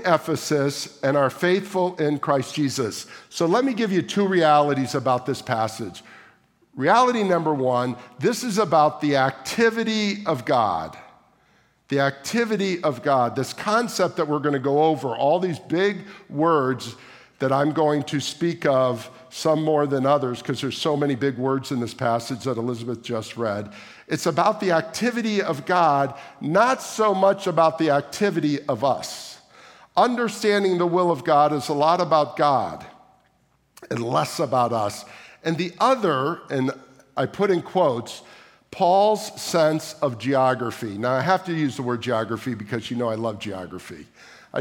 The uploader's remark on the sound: at the May 28, 2023 Sunday morning services of Boca Raton Community Church in Boca Raton, Florida.